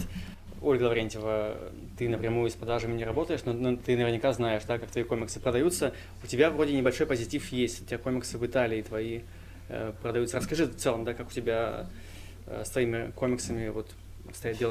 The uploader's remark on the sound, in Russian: Специальный выпуск подкаста, записанный в Библиотеке Комиксов в Петербурге в Ночь Музеев.